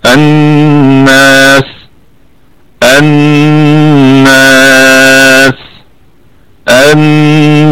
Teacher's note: يعني نقول الثلاثة بالسكون الناس الناس الناس هكذا. وكمان نأتي بالهمس في السين مع الرخاوة، همس ورخاوة لأنها ستكون ساكنة